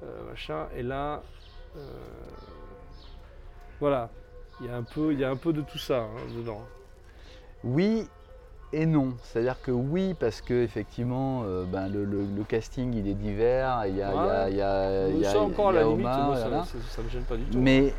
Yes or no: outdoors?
yes